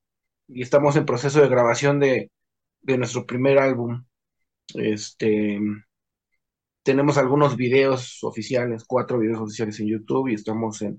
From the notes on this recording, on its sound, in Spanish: Charlamos via zoom con